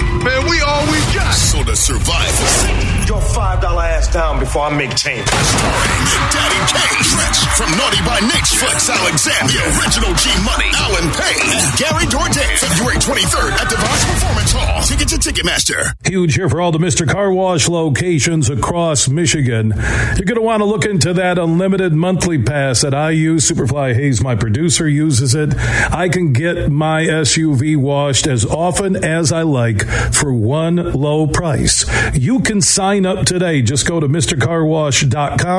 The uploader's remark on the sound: Today, we're broadcasting live from the Annual Michigan Association of Chiefs of Police Convention at the Amway Grand Plaza in Downtown Grand Rapids.